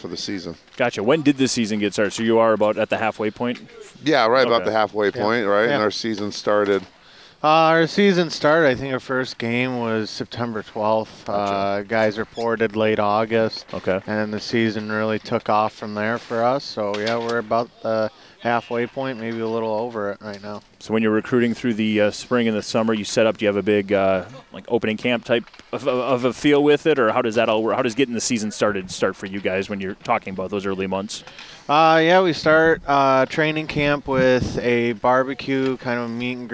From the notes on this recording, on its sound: The show is recorded every Wednesday at 5:30pm LIVE from The Keg and Patio in Wisconsin Dells next to their beautiful new ice skating rink.